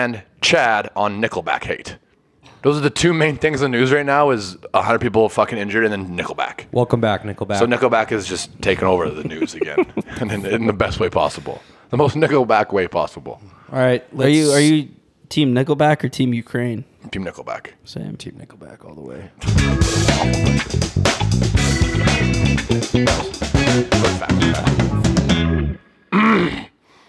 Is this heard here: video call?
no